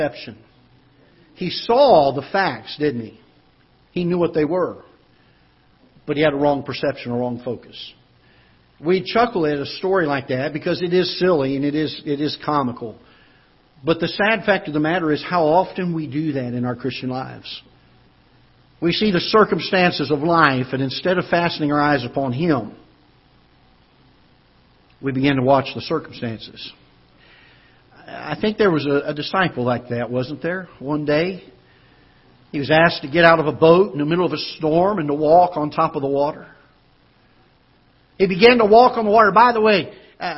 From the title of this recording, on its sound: Ketha Heights Baptist Church ~ Live Broadcast